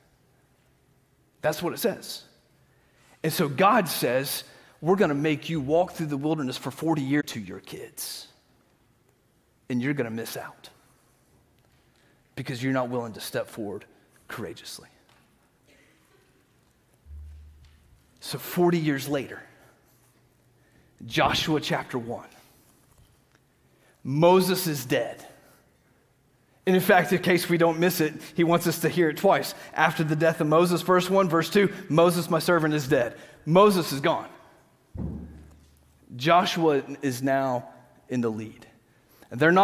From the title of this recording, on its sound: Green Hill Church Live - Second Service